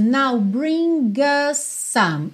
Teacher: Esse us quase não aparece. Ele fica sendo mesmo a ponte aí entre bring e o some. E como us termina com S e some começa com S, naturalmente você vai juntar num S só, tá?